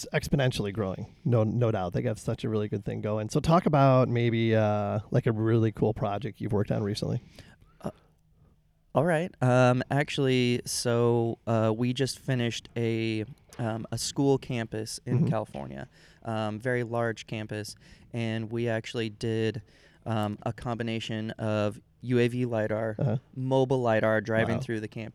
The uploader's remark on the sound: TopoDOT Users Conference 2022 - A Geoholics Road Show. I was honored to be invited to this year's TopoDOT Users Conference in beautiful Orlando Florida! Random unscripted interviews recorded at #TUC22.